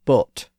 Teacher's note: the O sound that was used in early modern English was more of a pure vowel sound, so it was more like O.